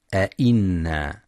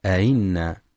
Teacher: ينتبه القارئ برواية حفص لتحقيق الهمزات في كلمة أئنا، فلا يقرأ بالتسهيل · Shown in: first take